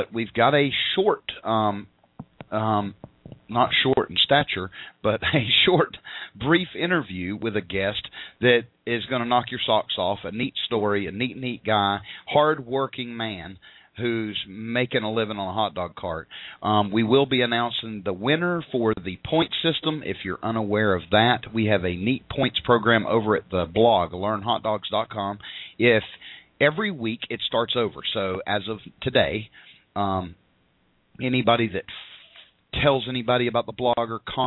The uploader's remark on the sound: live call ins